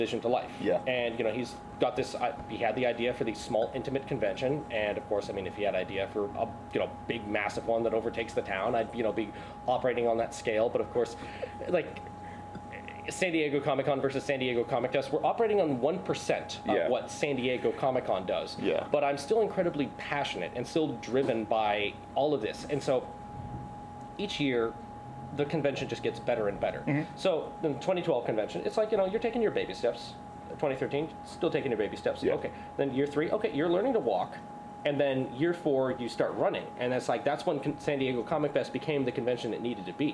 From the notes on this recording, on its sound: Recorded at Panels Coffee and Comics in Oceanside